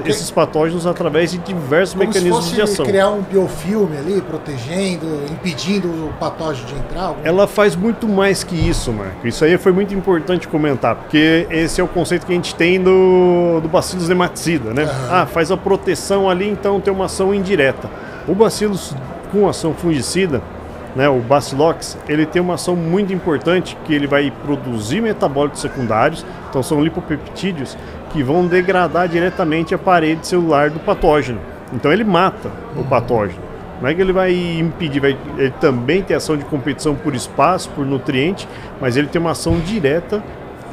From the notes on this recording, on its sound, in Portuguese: Estamos ao vivo durante a Hortitec 2023